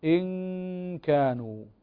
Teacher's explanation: إن كانوا هنا نقطة مهمة أريد أن أنبه عليها، بأن الغنة، غنة الإخفاء تختلف حسب الحرف الذي بعدها، فإن كان الحرف الذي بعدها مرقق فترقق الغنة. إن كانوا، فهنا الغنة مرققة لأن الحرف الذي بعدها هو الكاف، والكاف من حروف الترقيق.